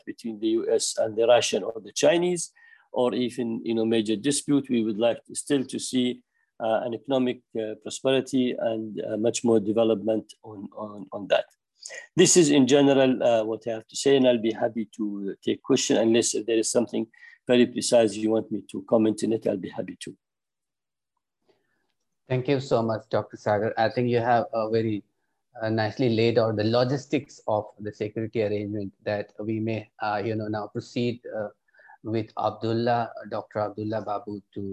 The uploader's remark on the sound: This public talk was conducted online via Zoom